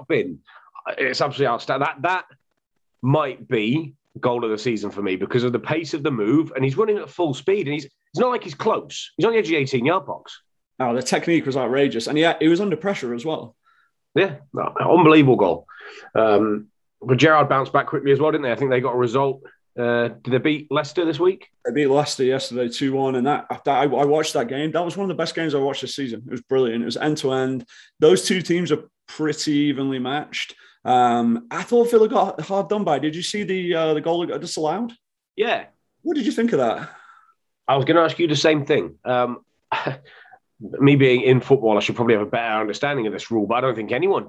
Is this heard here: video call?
yes